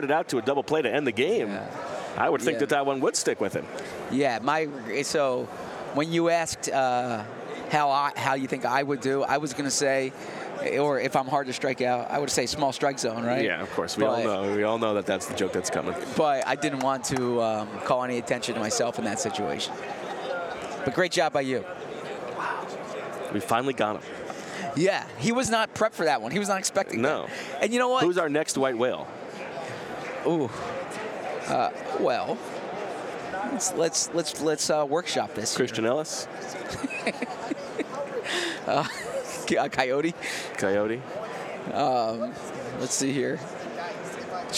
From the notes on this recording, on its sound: Live from radio row at the Super Bowl in Las Vegas.